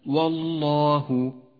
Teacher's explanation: فخمت اللام في هذا الموضع لأنها سبقت بحرف مفتوح هو الواو · Term: لام لفظ الجلالة المفخمة